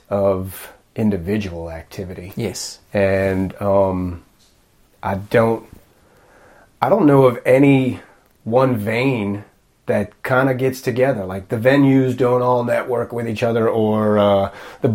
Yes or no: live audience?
no